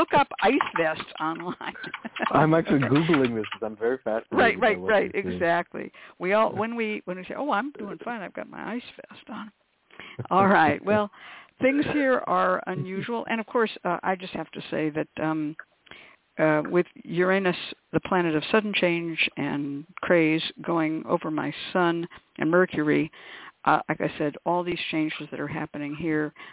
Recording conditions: phone line